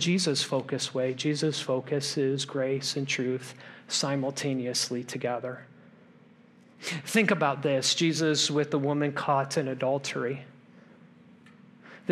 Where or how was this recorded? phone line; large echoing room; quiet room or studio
large echoing room